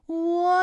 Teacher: 刚才片中出现了多个这样的词语啊，我们来梳理几个有代表性的词语。至关重要的“关”字，拼音是“guanguan”，韵母是“wan”。宣城的“宣”字的拼音呢是“xuanxuan”，韵母是“wan”。还有生活的“活”字，拼音是“huohuo”，韵母是“wo”等等。那么大家啊，再来跟我学习一遍关于“乌”的复韵母的发音要领。首先呢，是“窝”的发音要领啊，包括以下几个方面。首先呢，起点元音是后高元唇元音“乌”，中指元音是后半高元唇元音“窝”。那在发这个音的过程当中啊，我们的唇形始终是圆形的，舌位的动程呢是由高到半高